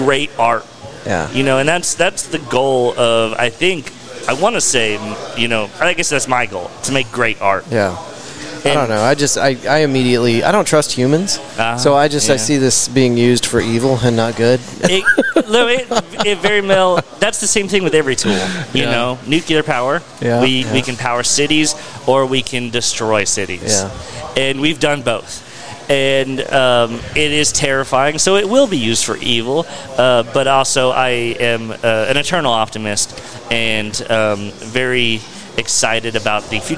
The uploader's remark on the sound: We recorded from a packed room at a delicious Fort Worth restaurant called Pouring Glory for our first ever mixer! We are located at the heart of Fort Worth’s exciting Near Southside, just blocks from Magnolia off of South Main Street.